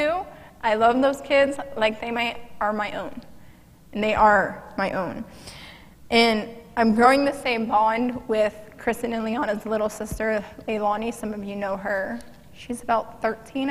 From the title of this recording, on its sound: Mt. Zion Church Live!